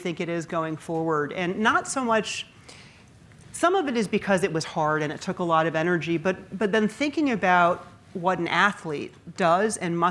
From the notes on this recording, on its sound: This episode was recorded in front of a live audience.